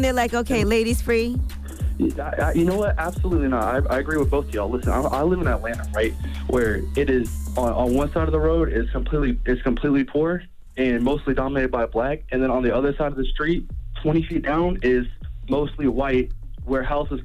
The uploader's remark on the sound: We opened up the phone lines to find out if you can be independent in a relationship.